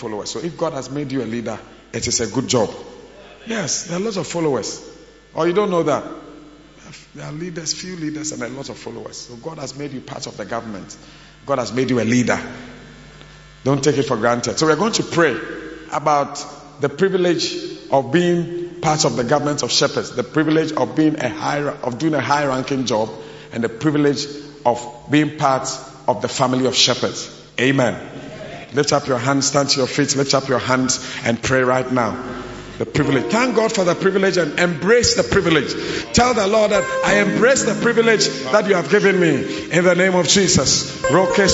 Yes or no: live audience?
yes